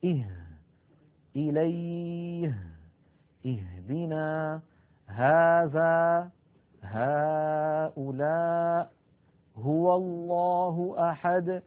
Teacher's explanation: تخرج هذه الهاء من أقصى الحلق وليس من الصدر وليس من القصبة الهوائية